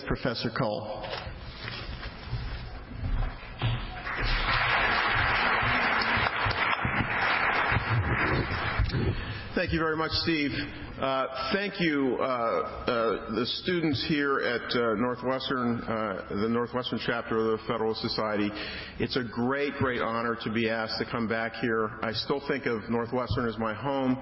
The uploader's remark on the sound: The Federalist Society's Student Division presented this panel at the 2007 Annual Student Symposium on February 24, 2007.